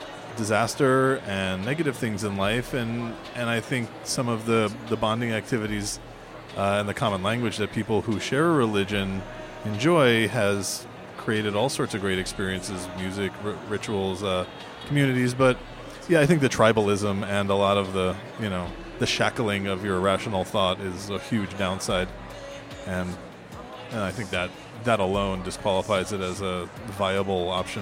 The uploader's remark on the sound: Live from INTERNET YAMI-ICHI